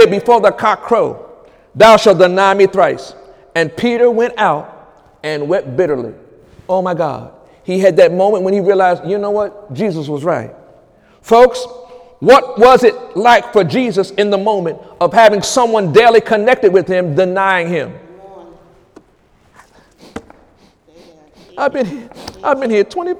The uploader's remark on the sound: During Sunday morning service